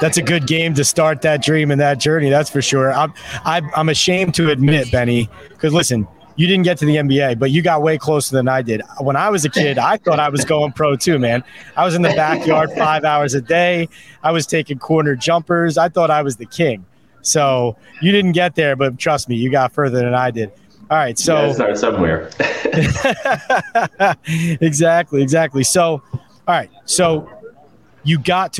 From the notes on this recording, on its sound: Hosts a Super Bowl LVII Eagles-Chiefs Preview from Media Row in Phoenix, Ariz.